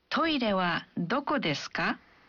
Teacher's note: Saat kita mengajukan pertanyaan dalam bahasa Jepang, kita biasanya menambahkan ka di akhir kalimat dan mengucapkan kalimatnya dengan intonasi yang menanjak.